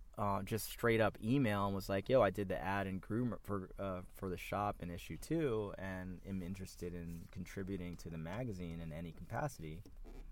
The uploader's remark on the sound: We caught up quite literally while on the run in San Francisco, so apologies for any audio rawness here.